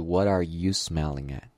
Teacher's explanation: 这个 you、啊、就是正常的发音，不会弱读成 ya 或者是 ya，所以读起来应该是 What are you smelling at? · Term: 重读